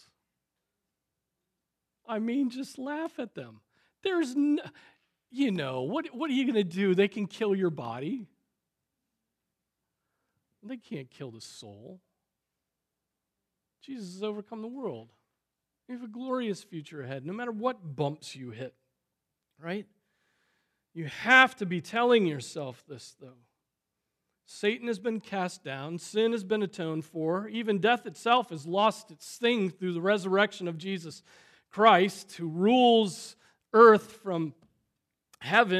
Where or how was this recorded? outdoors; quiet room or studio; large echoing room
large echoing room